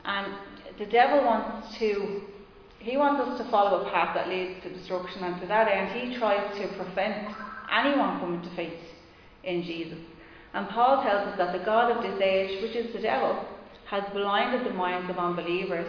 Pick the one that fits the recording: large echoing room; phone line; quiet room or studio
large echoing room